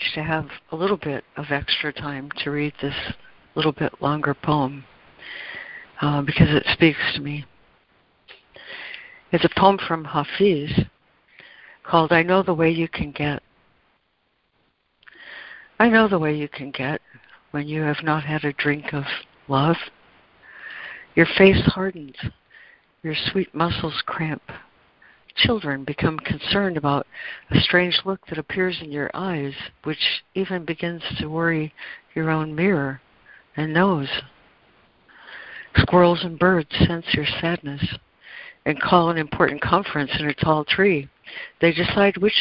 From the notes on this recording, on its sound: ACIM Daily Conference Call